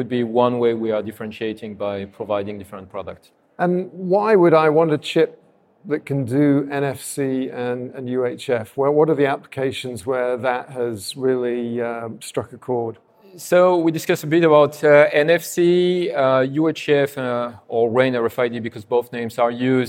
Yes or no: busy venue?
yes